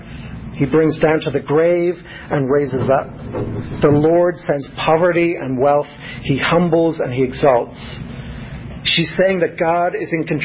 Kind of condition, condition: setting, large echoing room